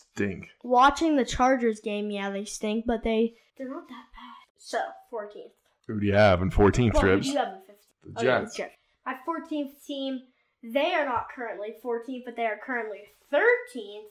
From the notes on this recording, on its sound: We apologize for the audio quality; as usual we're not good at this and the levels are garbage!